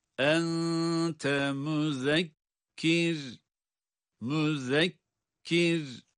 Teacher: Zal harfi peltek ve ince.